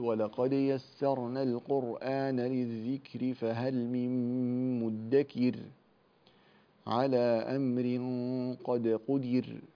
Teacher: طيب وبعد الواو يقول والطور وكتاب مسطور، فهذه تفخم كلها إذا جاءت بعد الفتح وبعد الألف بعد الضم بعد الواو. وترقق الراء المتطرفة الموقوف عليها بالسكون بعد الكسر